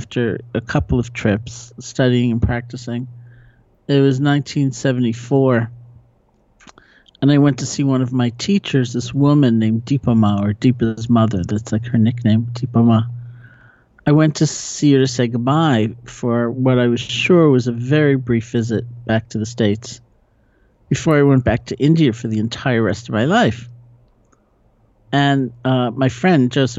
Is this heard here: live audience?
no